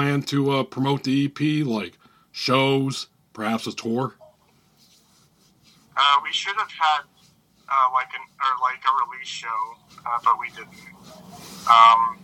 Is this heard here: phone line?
yes